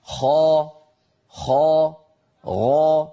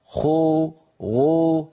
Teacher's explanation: يا أخي أنت بهذا العمل تخلط صوت الفتحة أو صوت الألف التي بعد حرف الاستعلاء بالواو، تخلط صوت الفتحة بالضمة أو صوت الألف بالواو · Shown in: second take · وهذا هذا إشمام، هذا إشمام غير وارد.